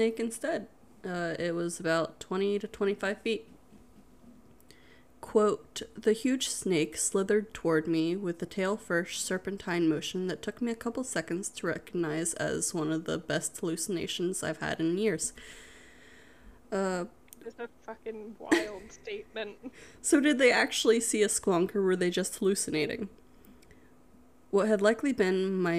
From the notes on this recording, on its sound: Pardon the background noises